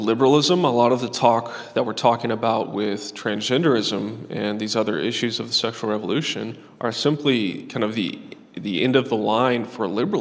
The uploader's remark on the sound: This episode was recorded like at the 2023 King's Domain Conference